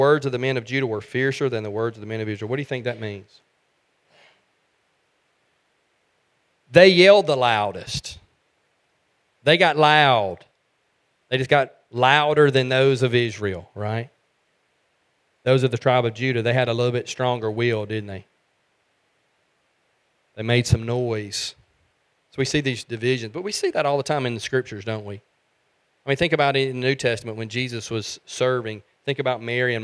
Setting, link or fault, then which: setting, large echoing room